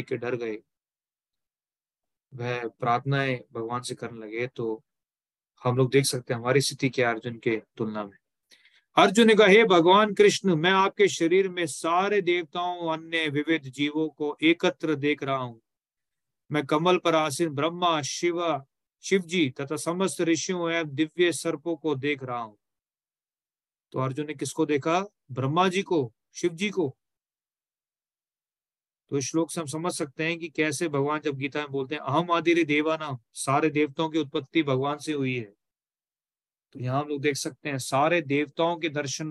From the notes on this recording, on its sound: Zoom recorded session.